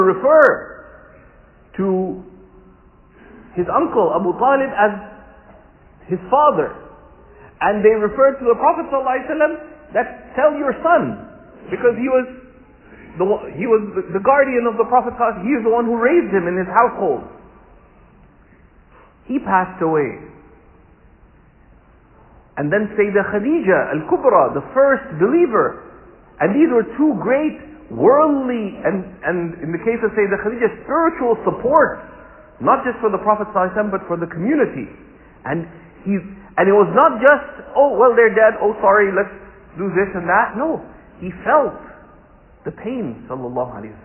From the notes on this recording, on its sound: This talk was taken from a Friday sermon (khutba) delivered at Sayeda Khadija Centre.